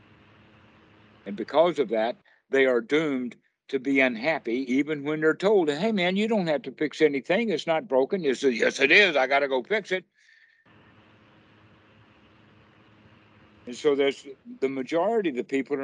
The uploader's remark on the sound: skype calls